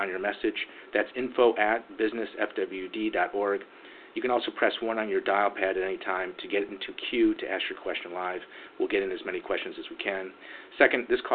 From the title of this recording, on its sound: Solutions 2020 conference call